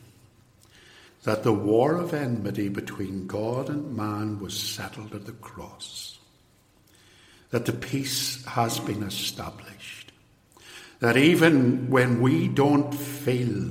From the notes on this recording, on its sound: lecture, given in 2017 at Templepatrick Reformed Church